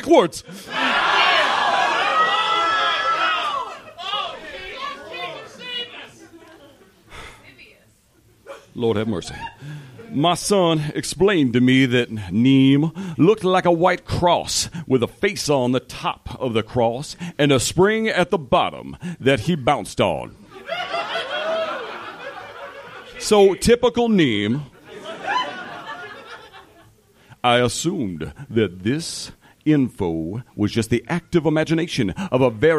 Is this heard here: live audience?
yes